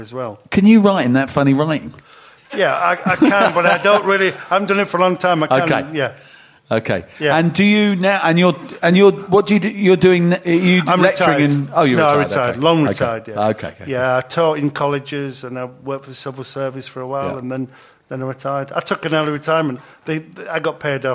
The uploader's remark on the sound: Recording live from the Albany on Great Portland St